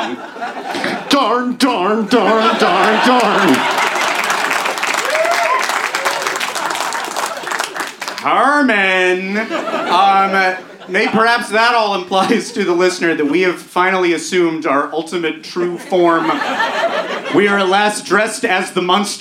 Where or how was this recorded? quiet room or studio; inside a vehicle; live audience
live audience